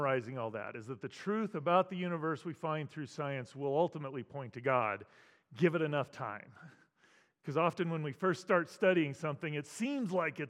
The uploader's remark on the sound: as part of New Life Presbyterian Church's Apologetics Conference